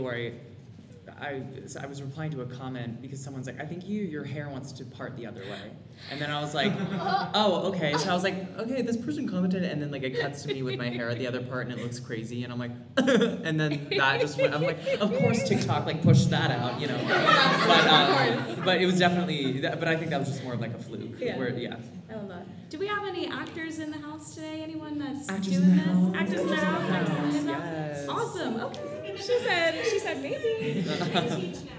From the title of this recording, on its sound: BroadwayCon Panel